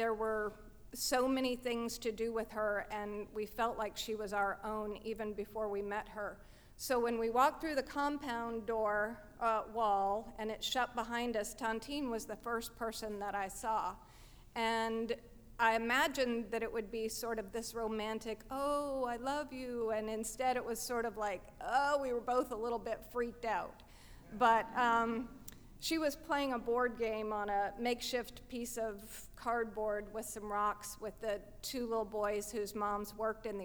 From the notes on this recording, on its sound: At our 2015 live event, "Ladies Night,".